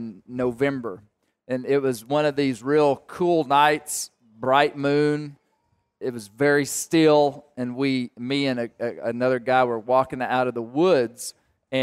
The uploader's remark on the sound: Live at the Black Bear Bonanza. Live for the second time from the Black Bear Bonanza in Northwest Arkansas.